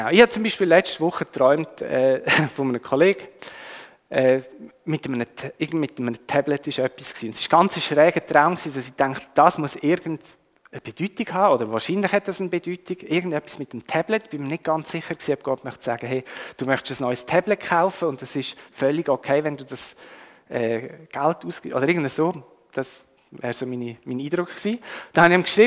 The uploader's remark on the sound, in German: Die Aufnahme wurde im 9:15 Uhr Gottesdienst gemacht.